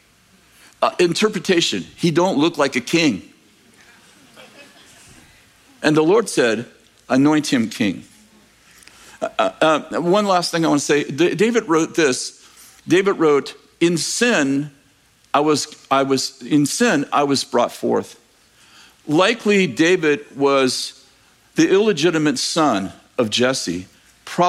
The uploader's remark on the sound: In this message from July 9th, 2023, at Bethel Church in Redding, CA